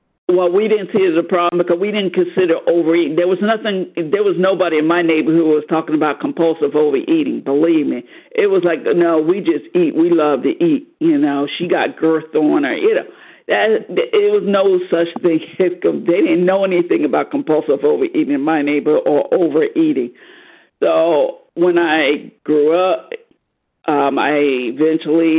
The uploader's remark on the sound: 100 Pounders Phone Meeting